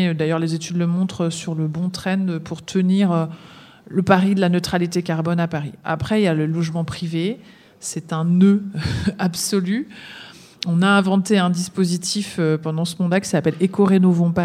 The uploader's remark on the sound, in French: questions et discussions avec le public présent